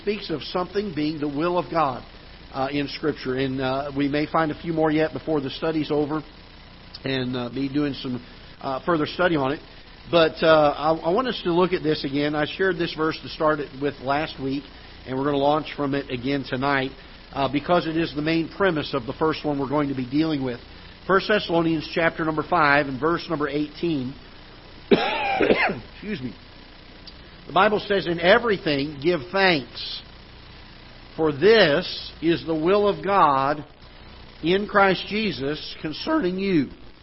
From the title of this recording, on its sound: Ketha Heights Baptist Church ~ Live Broadcast